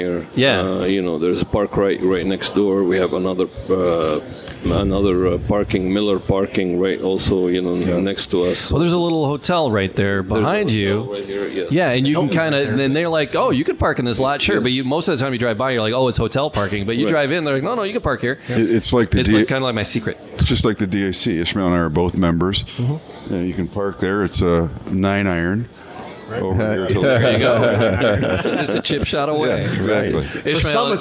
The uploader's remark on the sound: We broadcast live at La Casa